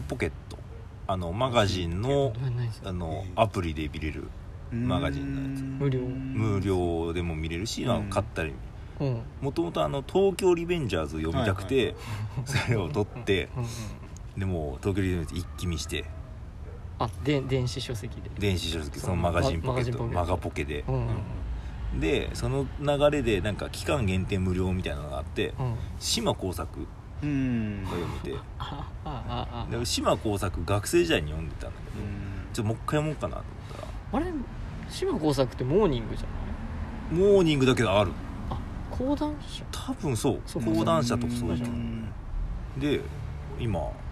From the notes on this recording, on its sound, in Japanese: もりのみやキューズモールでの営業終了後に収録した。今回は野外での収録だったので一部お聞き苦しい箇所があるかもしれません。